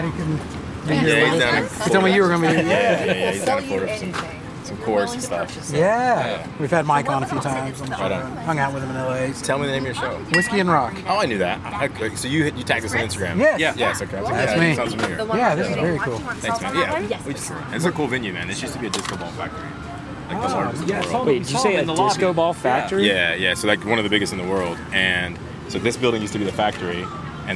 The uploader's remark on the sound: Whiskey + Rock takes you around behind the scenes at the 2023 Kentucky Bourbon Festival! From distiller interviews to exclusive tastings, to bagpipes and beyond, there's much to indulge in at this year's festivities.